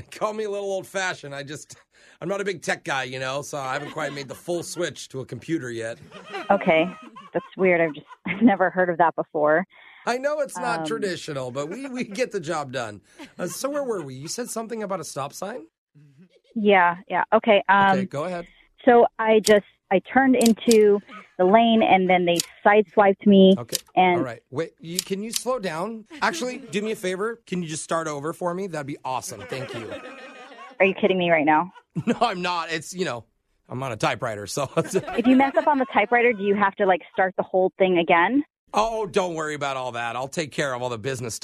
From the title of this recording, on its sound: Phone Tap